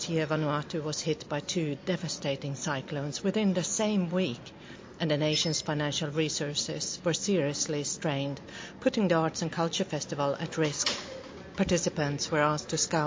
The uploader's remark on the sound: Caught up with the NZ Red Cross delegate and writer at the 7th Melanesian Arts & Culture Festival in Port Vila, Vanuatu. Enjoyed kava & poetry at Alliance Française.